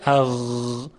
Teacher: غین صداش نرمه و جریان داره